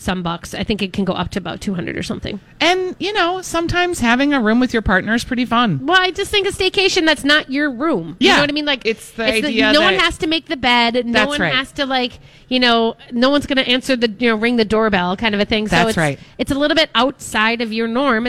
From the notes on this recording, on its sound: broadcasting live at Max's